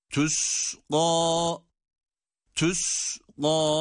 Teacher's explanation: Sin harfi ince, gaf harfi ise kalın ve med ile okunmakta. · u ile ı arası bir sestir ince harflerdeki ötrenin sesi.